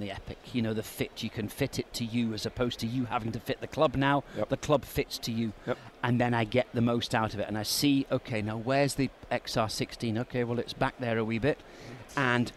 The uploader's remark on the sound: Recorded in January 2017 at the PGA Show.